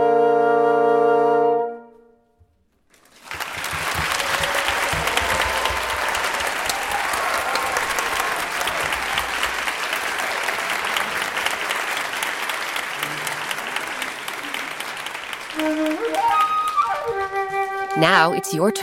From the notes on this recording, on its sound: Recorded live at Tanglewood with members of the … and an all-star cast.